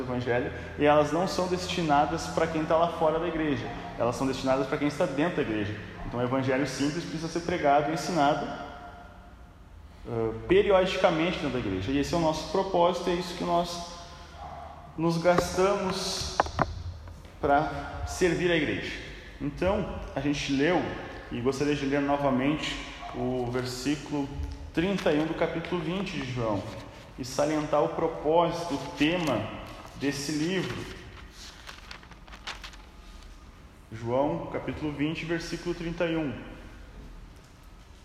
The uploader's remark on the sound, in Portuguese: Áudio não editado extraído do Imersão presencial do dia 09/11/2021